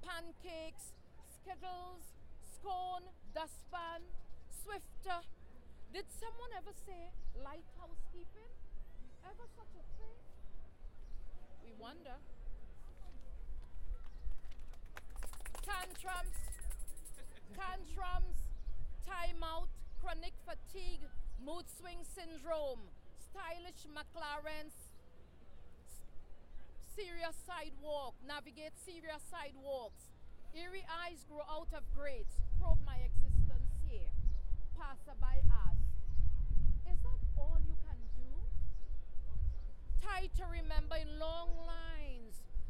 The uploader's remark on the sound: 2017 PEN World Voices Festival: Poetry Reading at Union Square Green Market.